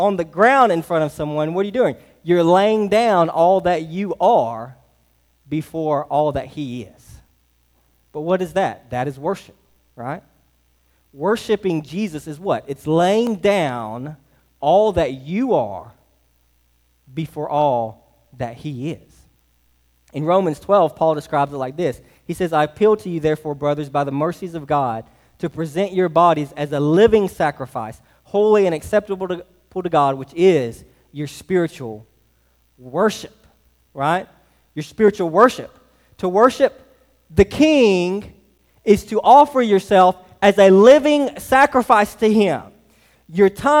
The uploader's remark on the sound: Delivered on 12/24/23 at Hillside Baptist Church in Eastman, GA.